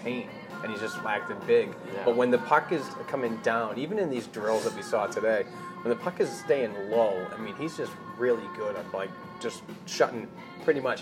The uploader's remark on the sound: On-site recording at the 2019 Bruins Development Camp from the Rail Stop Resturant and Bar at 96 Guest Street in Brighton, Mass.